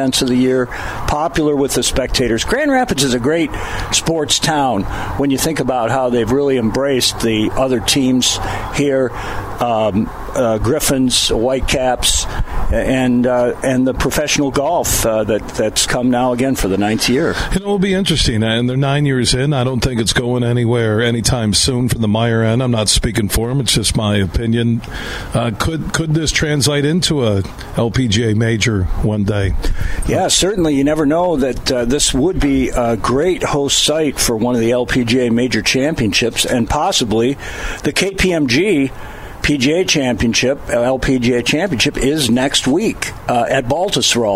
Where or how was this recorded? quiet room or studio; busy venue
busy venue